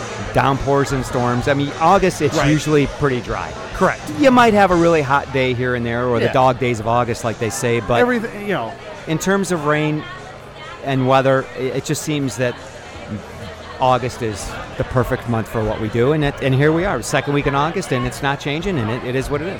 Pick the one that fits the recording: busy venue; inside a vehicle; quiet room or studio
busy venue